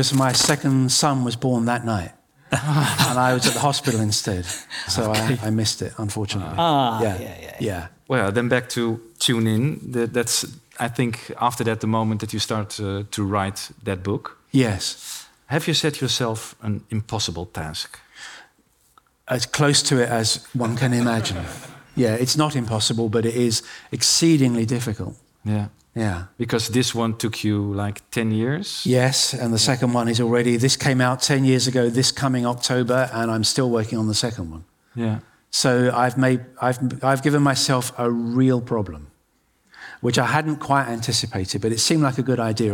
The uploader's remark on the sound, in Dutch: Op 11 maart 2023 vierden wij ons 10-jarig jubileum met een live event in het gebouw van Beeld & Geluid in Hilversum.